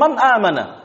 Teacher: nun sukun bertemu dengan hamzah, ya, pada ucapan mereka sehari-hari mereka mengatakan man amana, man, nun sukunnya diizharkan